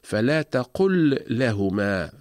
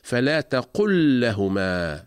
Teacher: فلام الفعل الساكنة أتت متطرفة في آخر الكلمة وأتى بعدها حرف اللام المتحرك، إذن تدغم لام الفعل الساكنة في لام لهما، ويحذف السكون من فوق لام الفعل ويتم تشديد اللام الثانية، وذلك للدلالة على الإدغام، فتقرأ لاما واحدة مشددة ولا يتم الفصل بين اللامين · Shown in: second take